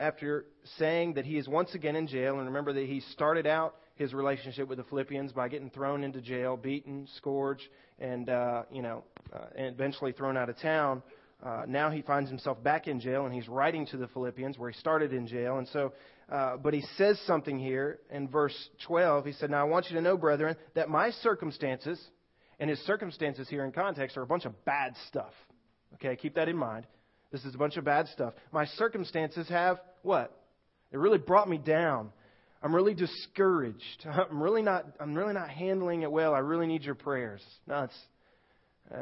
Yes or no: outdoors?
no